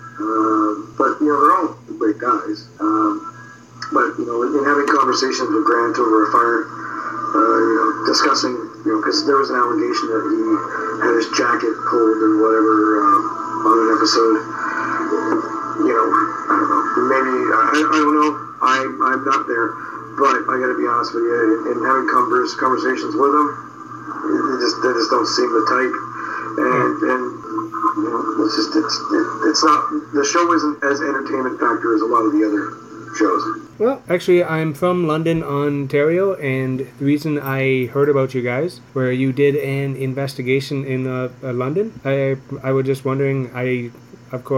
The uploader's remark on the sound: Had some audio difficulties but it was weird I have a paranormal guy on and we get some weird things happen.